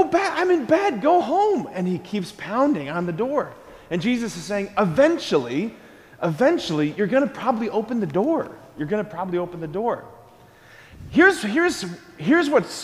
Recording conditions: large echoing room